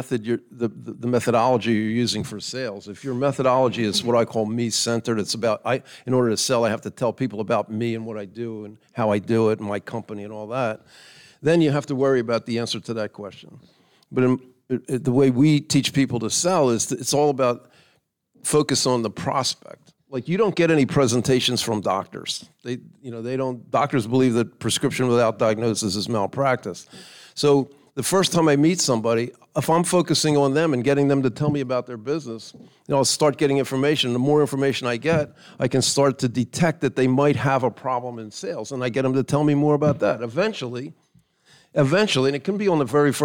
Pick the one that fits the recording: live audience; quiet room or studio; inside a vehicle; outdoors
live audience